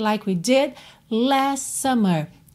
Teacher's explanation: Did, você quase não ouviu D, não é did last, não precisa se preocupar em pronunciar muito esse último D.